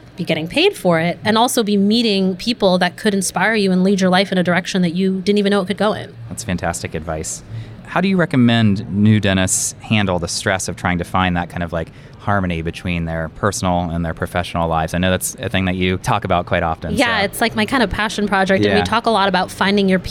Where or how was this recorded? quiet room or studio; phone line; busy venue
busy venue